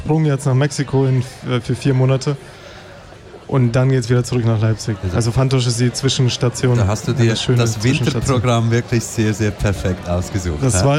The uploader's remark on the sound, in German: Festivalausgabe live aus dem Merkerareal in Baden.